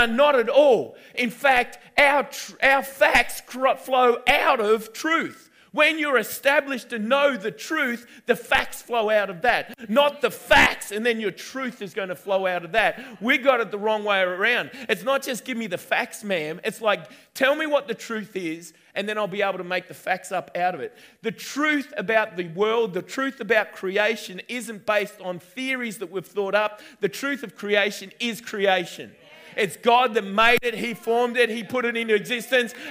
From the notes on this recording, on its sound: recorded on 10/11/2019 at the 9am gathering at River Edge Church